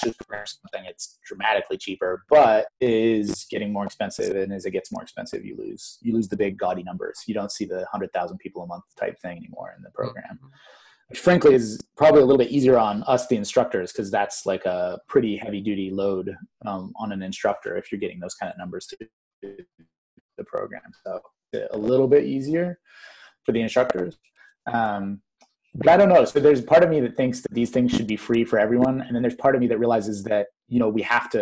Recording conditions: video call